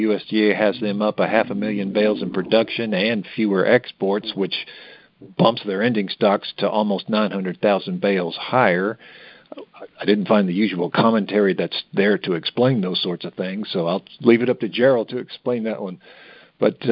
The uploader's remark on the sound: May 2023 Monthly Cotton Conference Call.